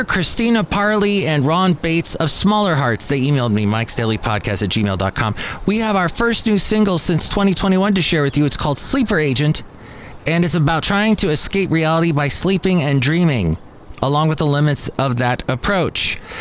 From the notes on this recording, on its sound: podcasts live from Cafe Anyway